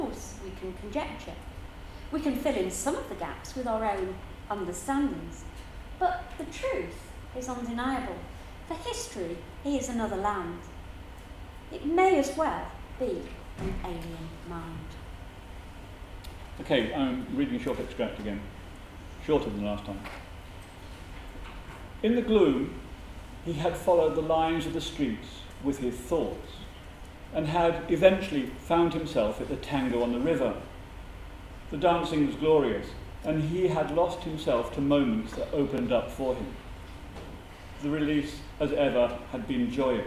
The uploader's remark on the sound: Given at the Cambridge Science Festival 2013 main Saturday.